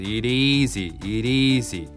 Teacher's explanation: it から easy もつながります。つながるだけじゃなくて t も濁ります。